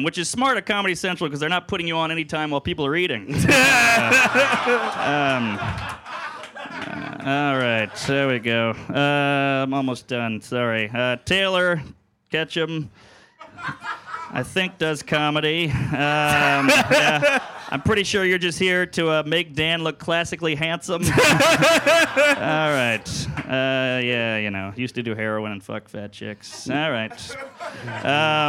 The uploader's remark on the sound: live at The Stand Comedy Club & Restaurant in NYC.